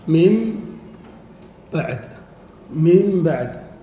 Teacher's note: قلب النون الساكنة إذا وقعت قبل حرف الباء قلبها إلى ميم